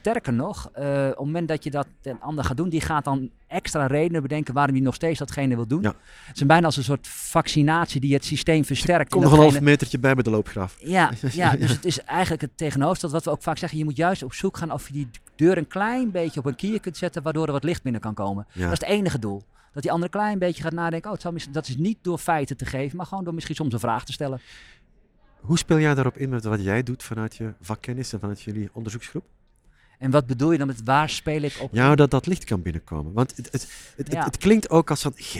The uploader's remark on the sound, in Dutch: Is een podcastserie opgenomen op het SIA congres 2023, het jaarlijkse congres van Regieorgaan SIA. Deze keer vond het congres plaats in de Woonindustrie in Nieuwegein en daarom vonden we het niet meer dan passend om de podcasts letterlijk in bed op te nemen.